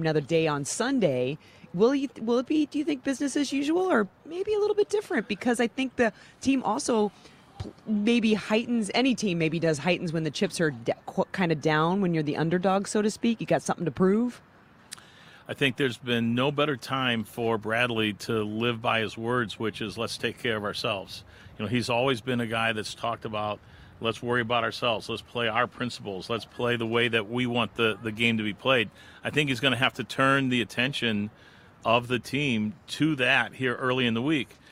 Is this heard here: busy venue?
yes